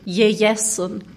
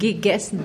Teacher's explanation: Die Rheinländer sprechen das G wie ein J. · Shown in: first take